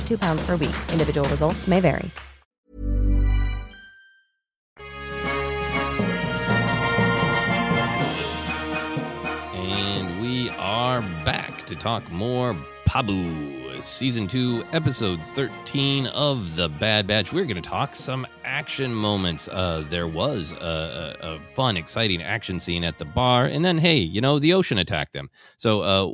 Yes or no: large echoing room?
no